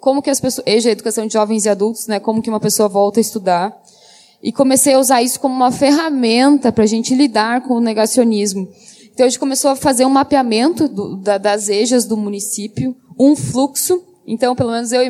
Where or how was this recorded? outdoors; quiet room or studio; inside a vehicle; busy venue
busy venue